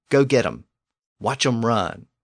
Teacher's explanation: that Old English object form, him, was being pronounced without its initial H sound. So it became M.